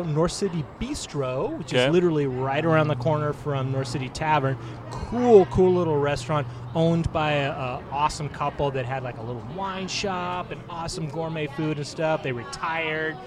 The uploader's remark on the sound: The Caroline Tavern in North Seattle. Recorded live at The Caroline Tavern on 07/06/2023.